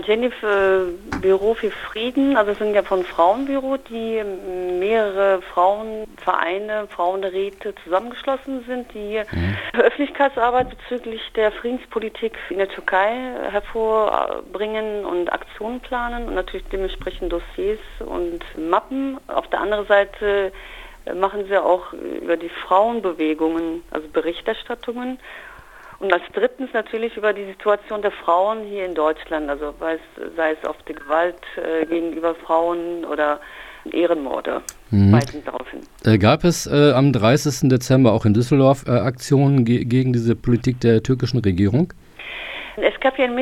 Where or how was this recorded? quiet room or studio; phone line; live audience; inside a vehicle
phone line